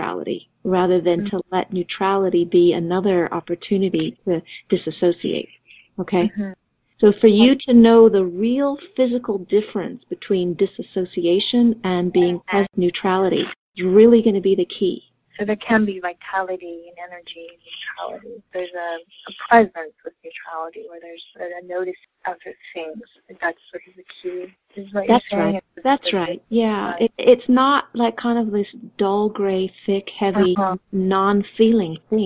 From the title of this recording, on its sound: Conference call